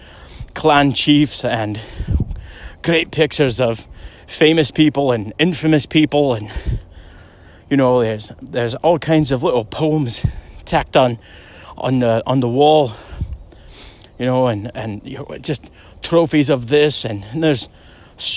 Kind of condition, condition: setting, outdoors